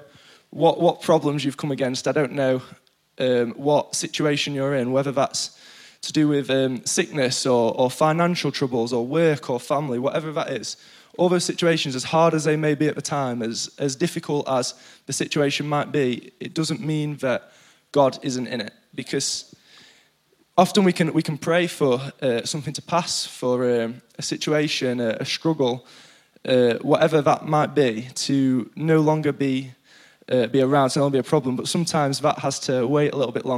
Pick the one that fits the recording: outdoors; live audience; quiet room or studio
live audience